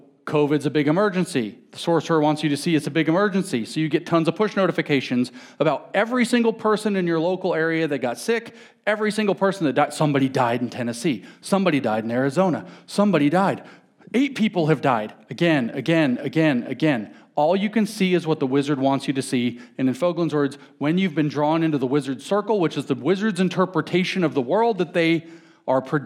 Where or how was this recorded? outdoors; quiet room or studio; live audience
live audience